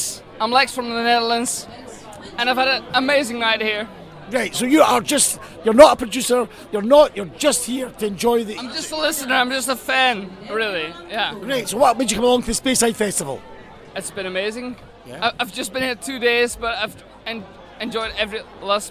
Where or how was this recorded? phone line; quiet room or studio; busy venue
busy venue